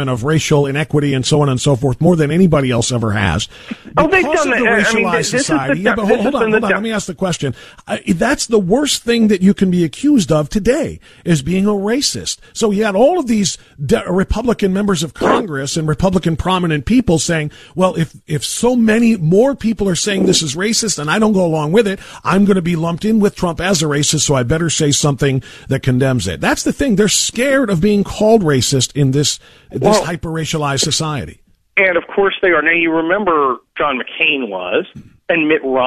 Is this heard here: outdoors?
no